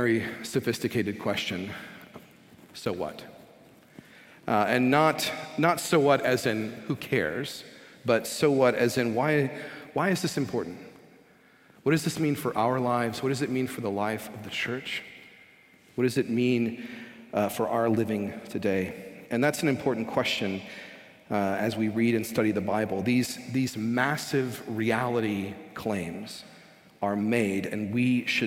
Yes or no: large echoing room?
yes